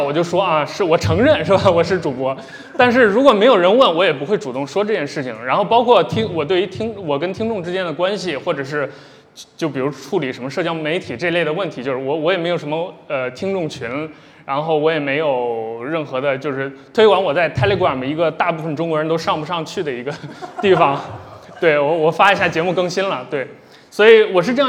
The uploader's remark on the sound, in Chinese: 本期节目来自「南波湾」深圳线下播客活动的录音